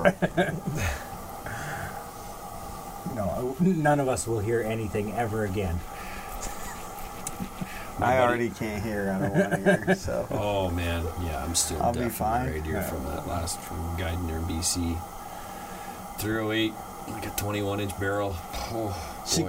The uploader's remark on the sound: Live from Camp!